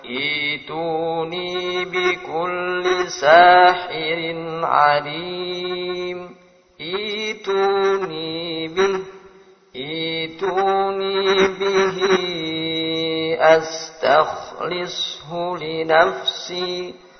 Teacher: Kemudian pada halaman ke-21 dikenalkan hamzah sukun yang didahului oleh hamzah wasol. Cara membacanya dengan mengganti hamzah sukun tersebut dengan ya, sedangkan hamzah wasol dimulai dengan kasroh di awal bacaan.